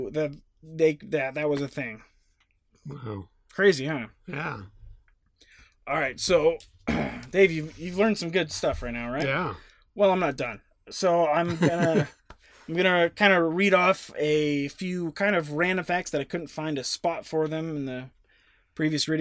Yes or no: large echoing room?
no